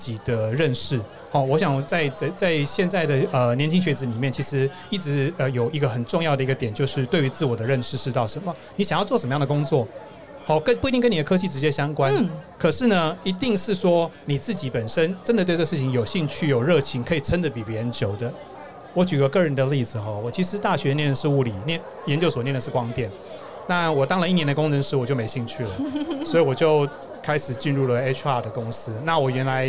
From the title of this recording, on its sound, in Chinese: VISION 2022 臺大校園徵才博覽會-Live Podcast